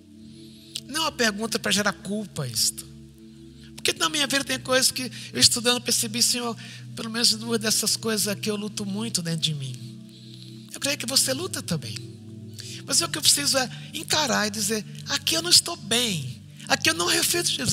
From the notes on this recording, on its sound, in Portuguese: IBMorumbi Culto Ao Vivo.